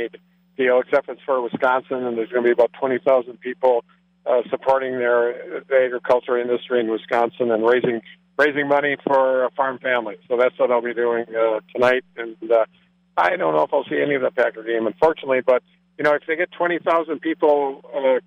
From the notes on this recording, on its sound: Called. Proclaimed today Wisconsin Craft Brewery day from the festgrounds.